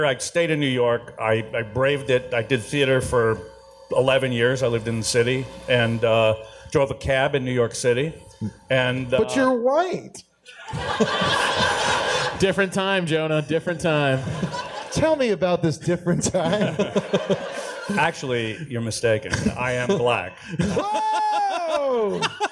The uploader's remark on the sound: The guys interrogate each other live in Phoenix, Arizona!